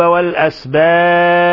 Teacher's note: لما وقفنا على الطاء سكنت الطاء، والطاء من حروف قطب جد إذن تقلقل